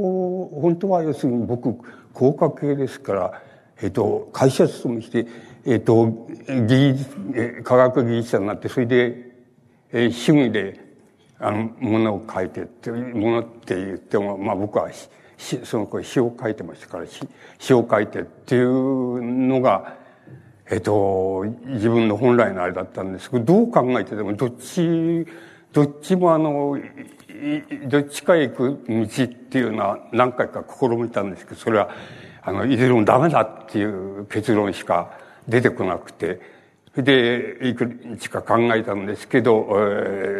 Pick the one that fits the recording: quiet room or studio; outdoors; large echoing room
large echoing room